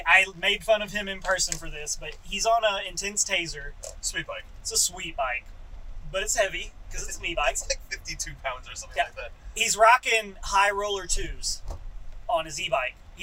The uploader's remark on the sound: This is a random podcast we recorded on the drive to Shepherd Mtn.